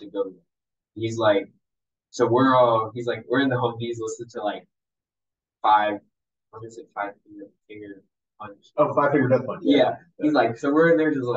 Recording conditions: poor sound quality